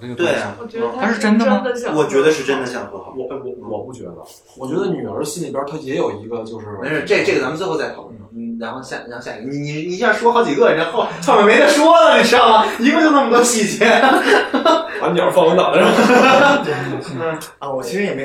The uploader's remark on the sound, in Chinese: 本期是一期维生素E线下活动的实况录音。本次录音是在《秋日奏鸣曲》的观影后开展的。